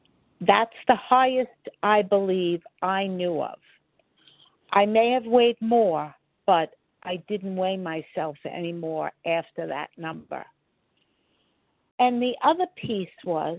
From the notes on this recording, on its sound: 100 Pounders Phone Meeting